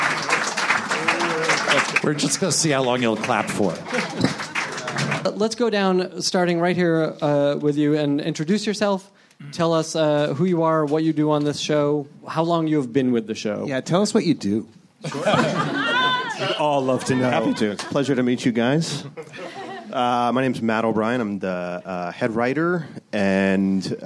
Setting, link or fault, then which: setting, live audience